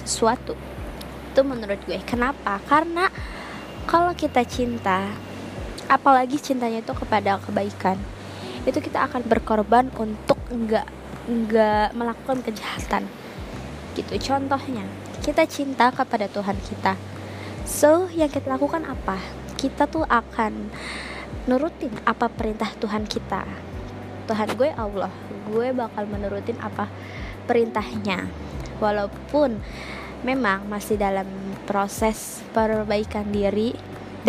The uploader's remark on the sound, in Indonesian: sorry banget banget sound nya bnr bnr berisik banget